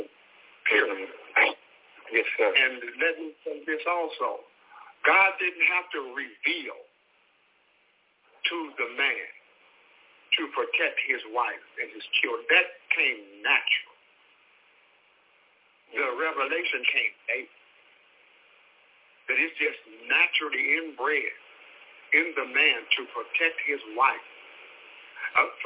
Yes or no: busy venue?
no